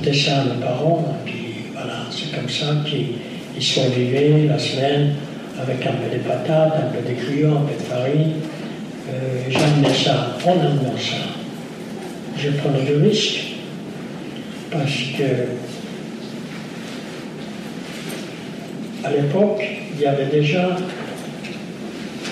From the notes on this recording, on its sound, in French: raconte, lors de cette conférence, son histoire